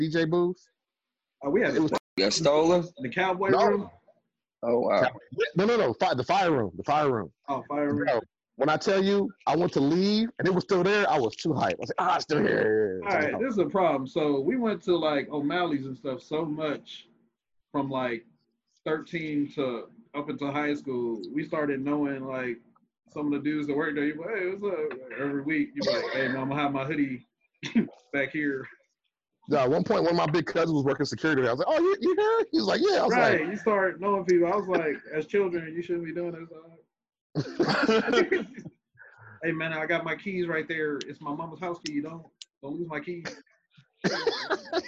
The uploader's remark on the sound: Testing out the zoom while we talk business as usual.